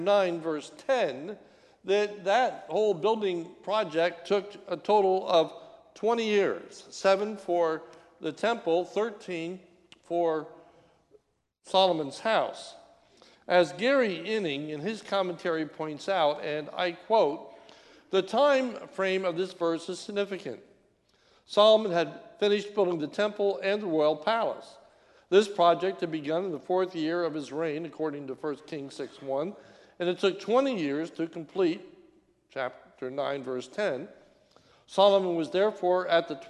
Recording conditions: large echoing room